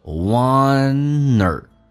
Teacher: 所以 one 跟 or 叫 oneer，用 n 进行连音